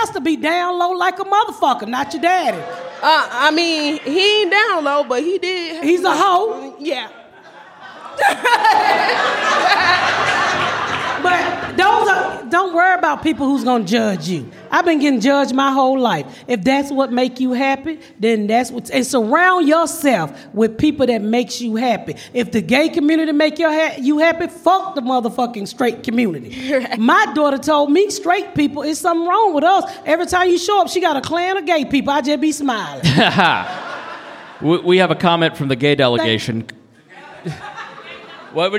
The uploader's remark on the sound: Live from The Second Annual Crack Baby Party